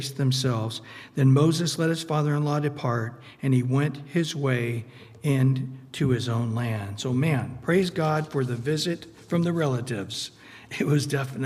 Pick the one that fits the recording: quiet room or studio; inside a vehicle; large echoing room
large echoing room